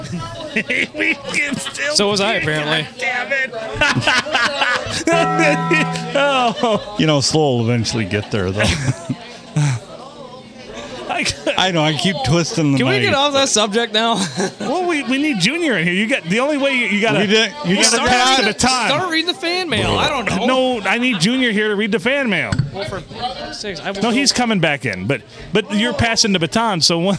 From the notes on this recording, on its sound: Recorded at the Blue Water Sports Bar in downtown Port Sanilac, right near the main 4 corners, which is a 4 way stop.